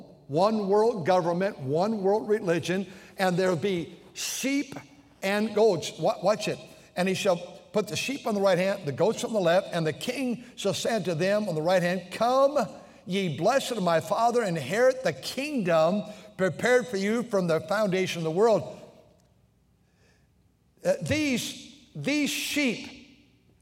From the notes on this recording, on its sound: during the Wednesday Evening service on October 4, 2023, at North Valley Baptist Church in Santa Clara, California.